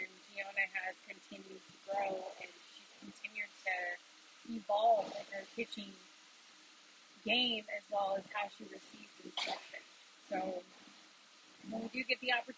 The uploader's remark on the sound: as always I do appreciate you listening to this even though the audio was all over the place!